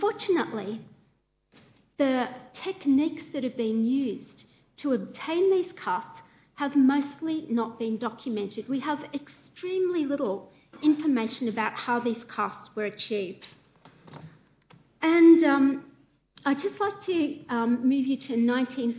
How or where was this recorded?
live audience